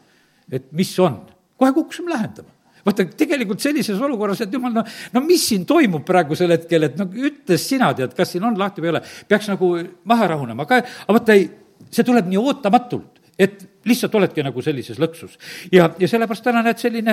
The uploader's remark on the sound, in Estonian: Audio salvestus koosolekult